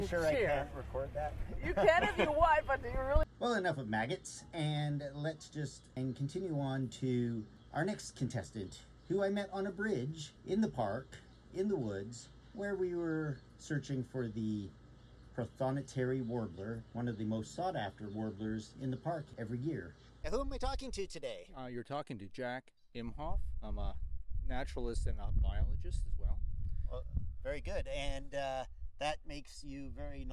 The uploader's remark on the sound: I took my recording device on the road to Point Pelee National Park, Long Point and Rondeau Provincial Parks and City View Park in Burlington, Ontario. I walked up to birders I have never met and birders I have known or at least seen on the trails.